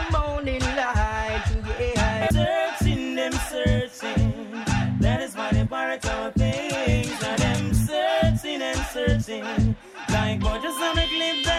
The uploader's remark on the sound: Originally broadcast live on March 13, 2017 from the storefront of The Late Late Bar on Houston Street in New York City.